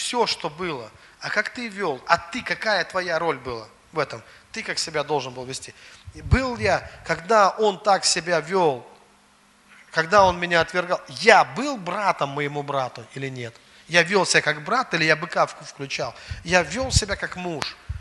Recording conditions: large echoing room